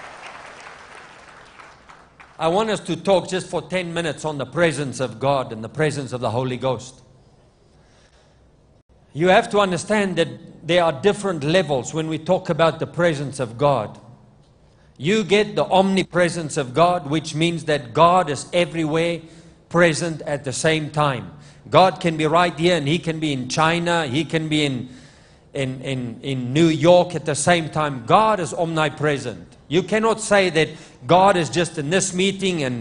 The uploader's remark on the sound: LIVE MID WEEK SERVICE| ECG CHURCH